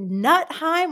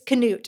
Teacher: the K is not silent · Shown in: second take